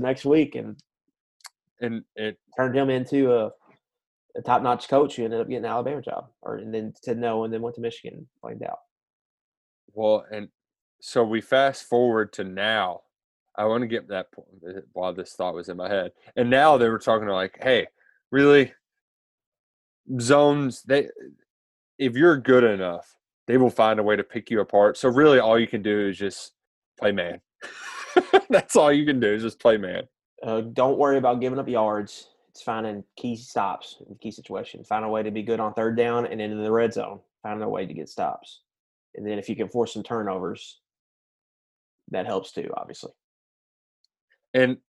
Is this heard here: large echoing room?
no